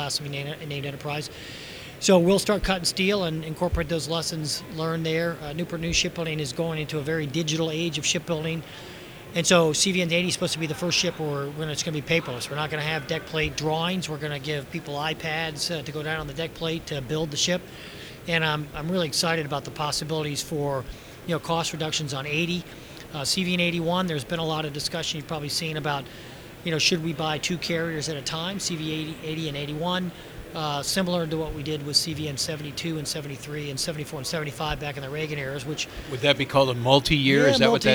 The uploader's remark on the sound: live from WEST 2018